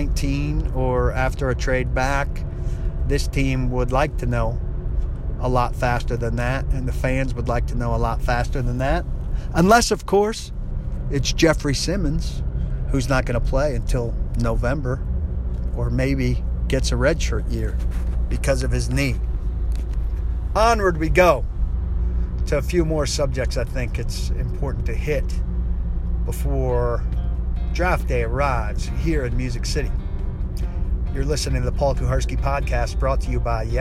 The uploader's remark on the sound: driving around Nashville